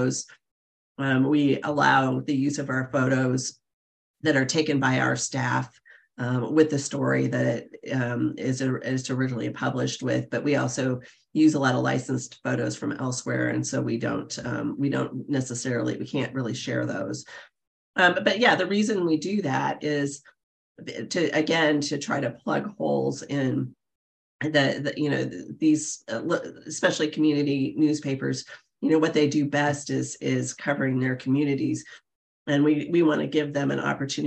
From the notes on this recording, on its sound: The Monday Zoom Lunch session. Monday Zoom lunch guests. You’ll also hear questions and suggestions from experienced journalists on the call.